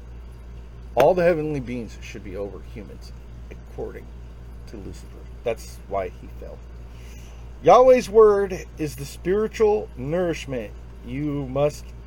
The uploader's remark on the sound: Instagram Live